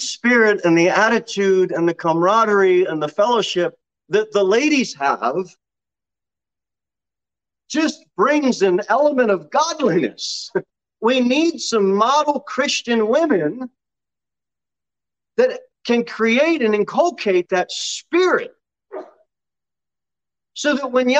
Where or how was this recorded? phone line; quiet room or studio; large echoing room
large echoing room